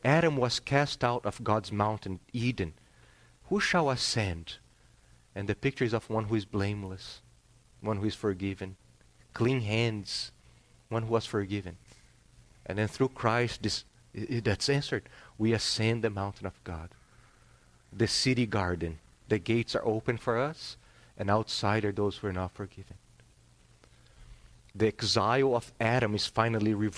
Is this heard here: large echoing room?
yes